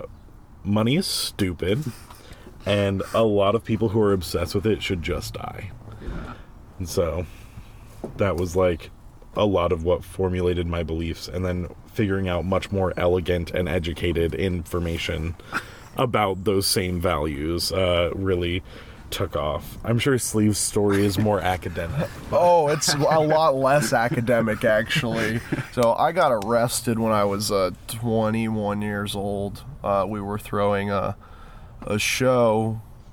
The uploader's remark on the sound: someone practicing their trumpet in the distance as we talk on New Orleans streets